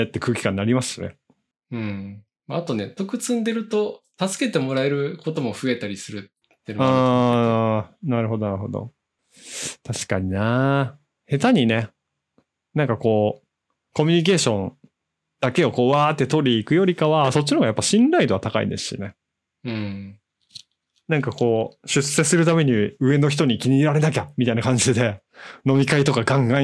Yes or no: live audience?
no